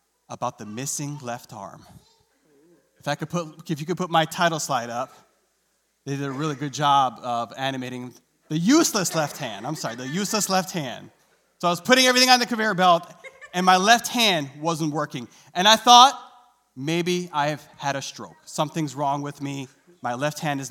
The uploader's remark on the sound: recorded live on February 20th, 2022 at Newark United Pentecostal Church